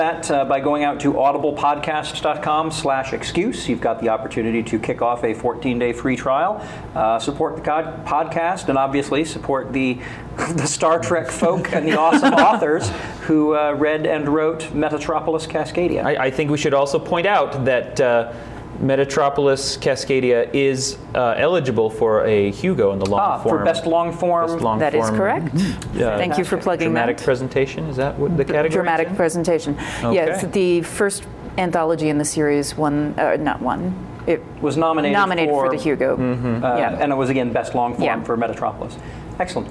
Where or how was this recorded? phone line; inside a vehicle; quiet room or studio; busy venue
busy venue